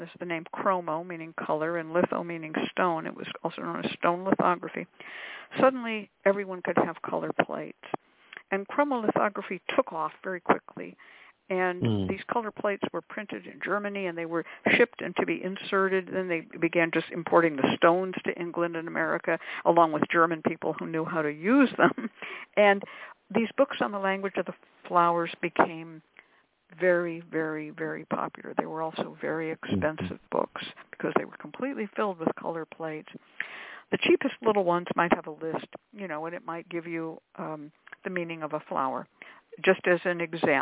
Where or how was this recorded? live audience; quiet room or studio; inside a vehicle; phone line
phone line